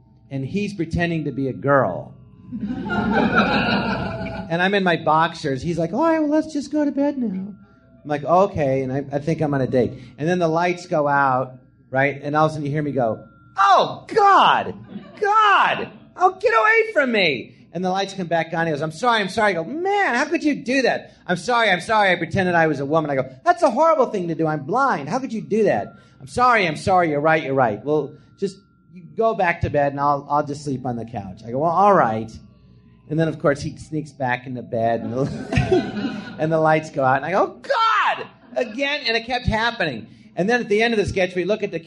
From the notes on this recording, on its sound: Recorded live at the Jon Lovitz Podcast Theatre.